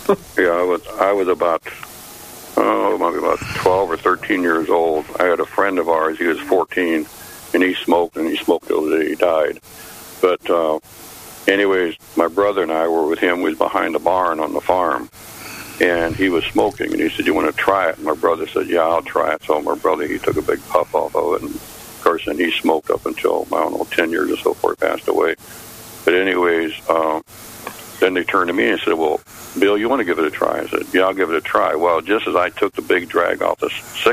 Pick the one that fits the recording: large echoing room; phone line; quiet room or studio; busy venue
phone line